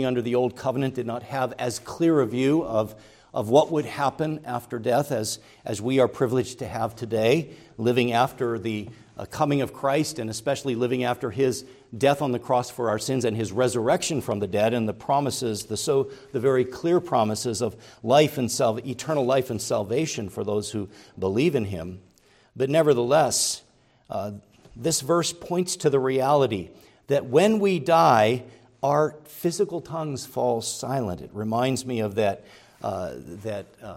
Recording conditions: large echoing room